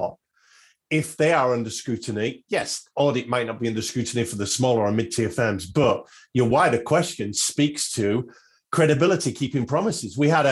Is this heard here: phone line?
no